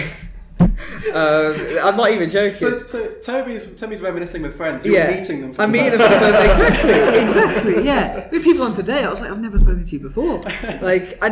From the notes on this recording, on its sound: live from the 'Made in Brunel Final Showcase'